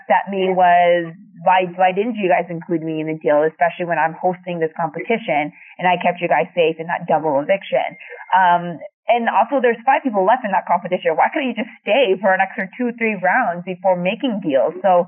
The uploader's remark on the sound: This is our phone interview.